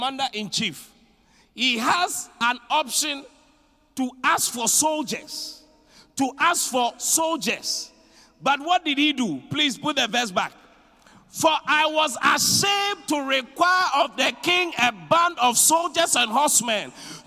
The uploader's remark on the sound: Preached at the Qodesh. Inspiration Service.